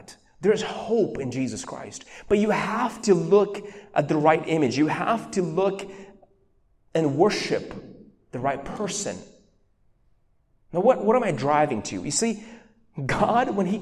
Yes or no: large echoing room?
yes